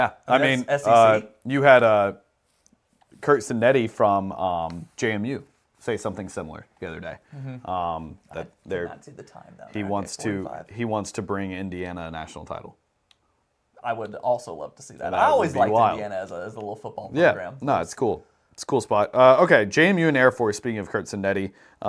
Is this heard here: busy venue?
no